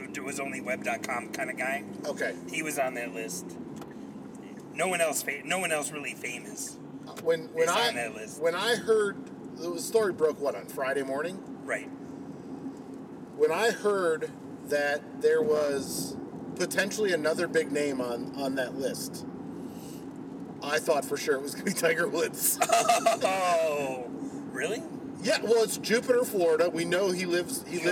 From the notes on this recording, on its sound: Record again in the car on the way to the Atlanta United Champions League game out in Kennesaw.